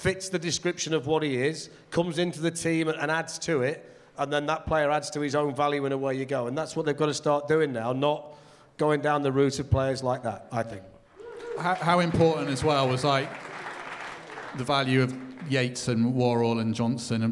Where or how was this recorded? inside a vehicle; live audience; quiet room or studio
live audience